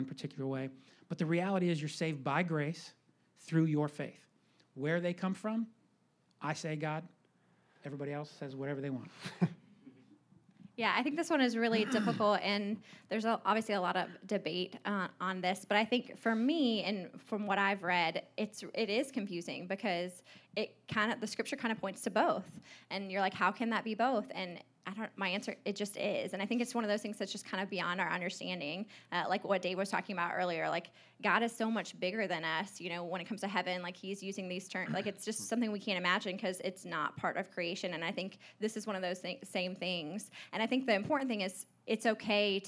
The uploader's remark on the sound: Live Q & A Sunday: 1st Service